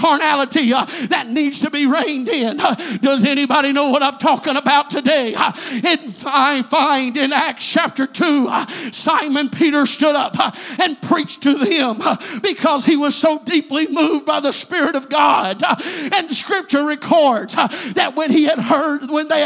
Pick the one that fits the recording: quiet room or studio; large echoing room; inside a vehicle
large echoing room